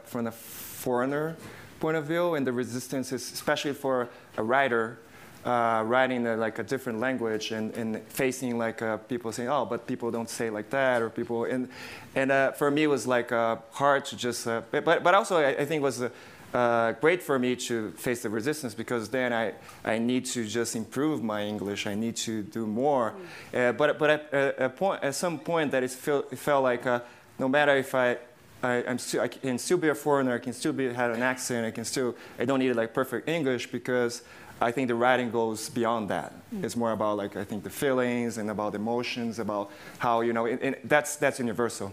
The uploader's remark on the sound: Panel. This episode was recorded on January 26, 2020 in front of a live audience at the SundanceTV HQ on Main Street in Park City, UT during the 2020 Sundance Film Festival.